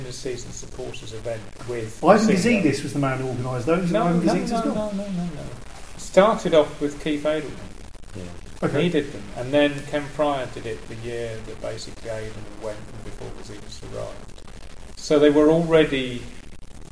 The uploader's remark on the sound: apologies for the background noise which is due to an issue with our recording equipment.